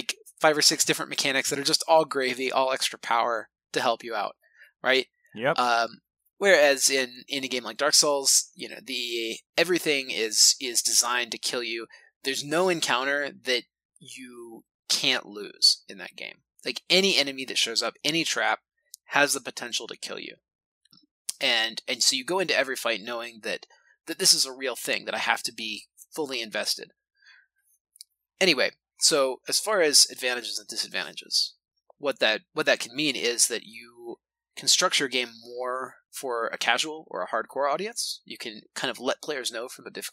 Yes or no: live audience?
no